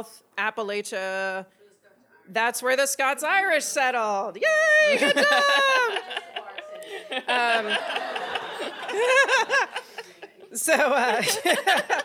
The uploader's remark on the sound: LIVE from the Goat Haus Biergarten in Montgomery, AL!